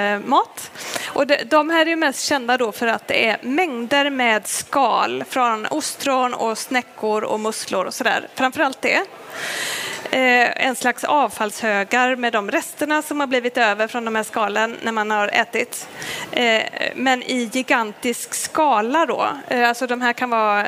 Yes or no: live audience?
yes